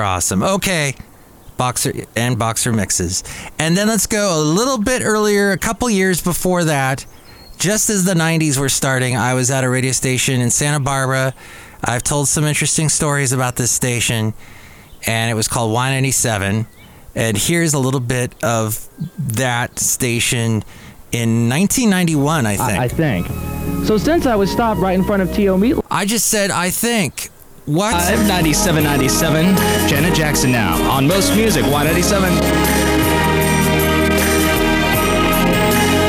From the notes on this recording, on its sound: podcasts live from Café Anyway